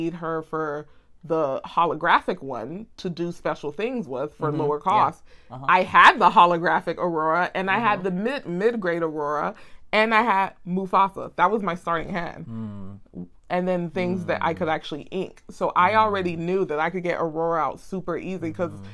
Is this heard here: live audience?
no